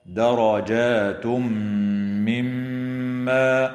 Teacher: وإدغام بغنة للتنوين في الميم